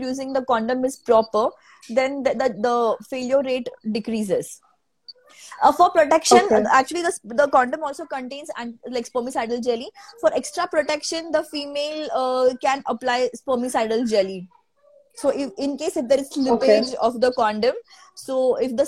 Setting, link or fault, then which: link, video call